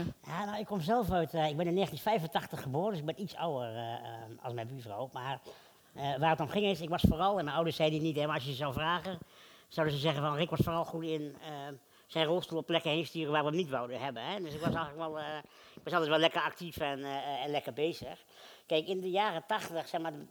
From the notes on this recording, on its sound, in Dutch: Deze bijzondere aflevering werd live opgenomen vanuit De Grote SamenSpeeldag 2023!